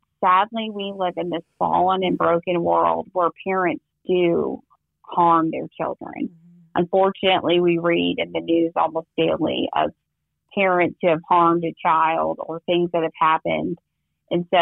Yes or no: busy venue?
no